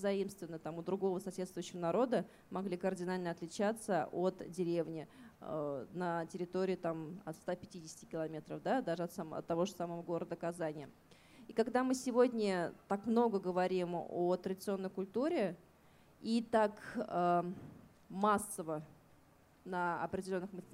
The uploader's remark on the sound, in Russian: Чуть больше месяца назад наш подкаст пригласили на фестиваль национальной одежды «Миллие кием». На открытой записи мы поговорили.